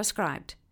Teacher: she just taps the tip of the tongue, which is very, very common in this accent, which is called heightened received pronunciation. · Term: tapped R